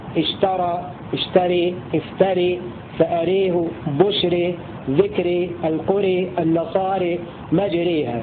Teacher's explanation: أمال حمزة والكسائي وأبو عمرو كل ألف مقصورة بعد راء